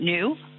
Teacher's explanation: Keep saying new with an ooh rather than an oh.